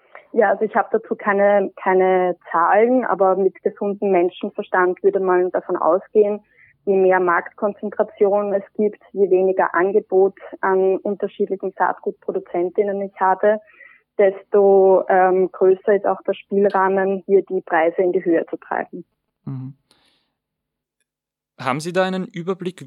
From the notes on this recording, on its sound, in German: Leider musste das Präsenzinterview verschoben werden – entschuldigt die unterdurchschnittliche Telefon-Audioqualität.